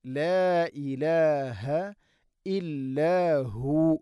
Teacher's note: ലാ ഇലാഹ മദ് മുൻഫസിലാണ്, നാലോ അഞ്ചോ ഹർക്കത്തിൻ്റെ ഖദർ നീട്ടാവുന്ന മദ്.